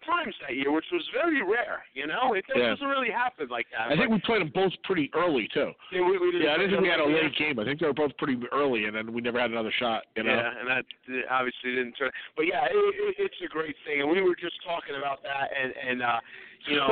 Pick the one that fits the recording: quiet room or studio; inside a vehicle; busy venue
busy venue